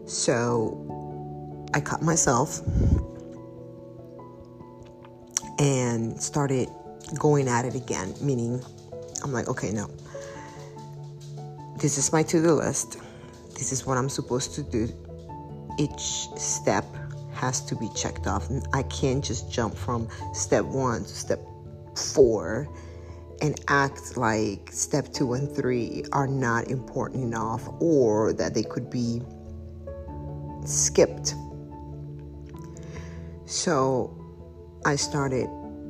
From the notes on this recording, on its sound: Excuse the audio quality and ice cream's paws walking noise through out this episode.